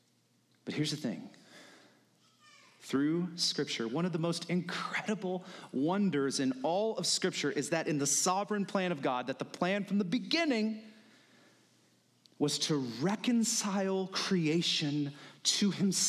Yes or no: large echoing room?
yes